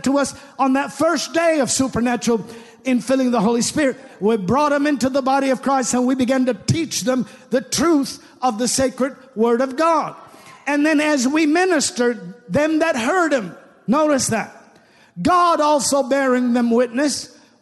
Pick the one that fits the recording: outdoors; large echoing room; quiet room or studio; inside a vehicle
large echoing room